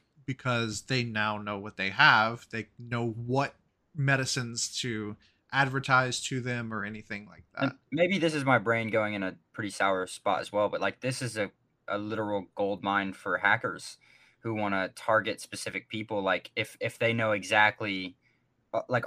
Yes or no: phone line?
no